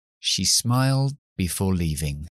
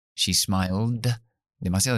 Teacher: me quito la D porque cae entre la L y la B, muy difícil. · Term: elision